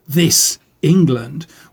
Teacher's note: it doesn't scan properly so that the word England rhythmically stands out